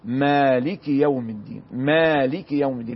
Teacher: الكسرة تتحقق في لفظ في الكاف ولكن بدون يعني مبالغة حتى لا تولد عنها الياء، ولا يعني نتغافل عن ان احنا ما نحققش الكسرة فنقرأها ساكنة مالك، مالك او مالك يوم الدين، ولا نقول مالك يوم الدين. · Term: الكسرة السريعة